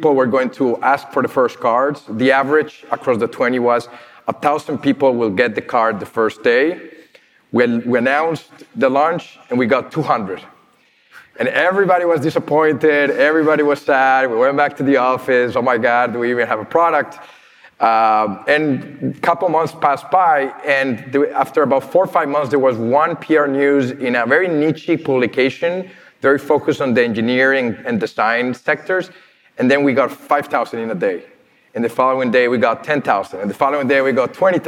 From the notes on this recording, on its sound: This recording is from Fintech Nexus USA (formerly known as Fintech Nexus USA) held at the Javits Center in New York City on May 25-26, 2022. It is from our Keynote stage.